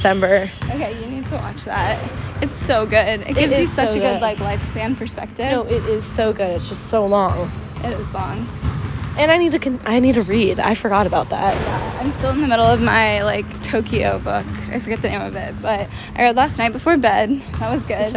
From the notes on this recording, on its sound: Live from our PE class! Sorry for the background bouncing noise in advance…